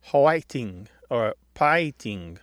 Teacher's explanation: They're kind of aspirated at the beginning.